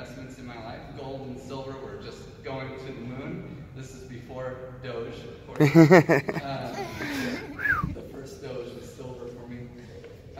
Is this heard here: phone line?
no